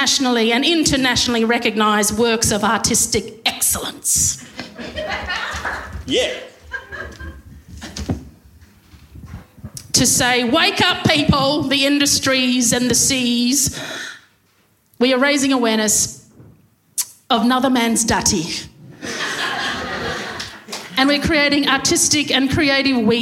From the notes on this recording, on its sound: LIVE FROM WAIBEN THURSDAY ISLAND. Performed live on stage at the Thursday Island Bowls Club. The show — you’ll hear — gets more and more raucous as it goes.